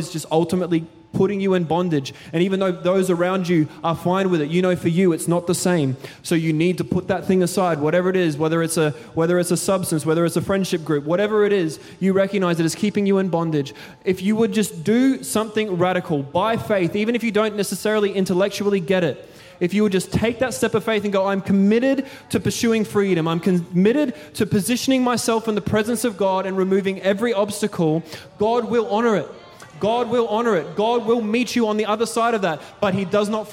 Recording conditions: large echoing room